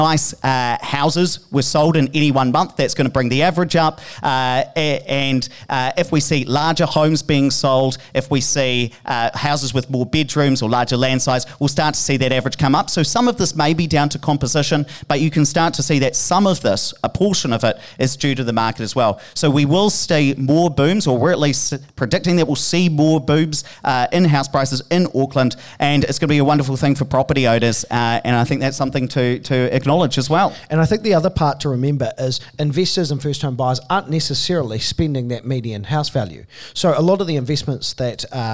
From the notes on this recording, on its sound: Live in Auckland. Recorded in front of a live studio audience.